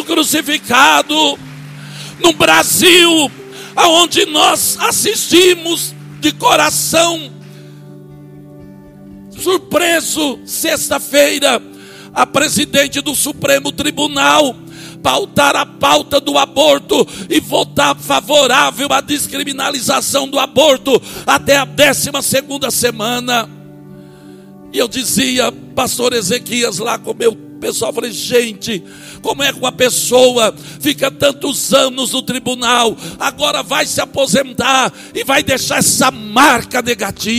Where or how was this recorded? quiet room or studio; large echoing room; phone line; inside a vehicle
large echoing room